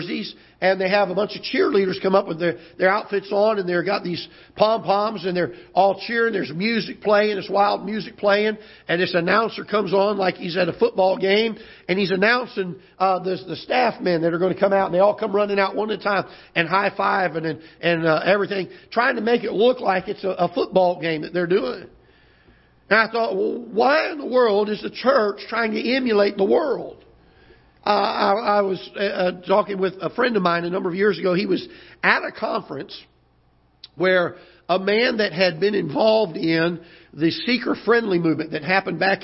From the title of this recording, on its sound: Ketha Heights Baptist Church ~ Live Broadcast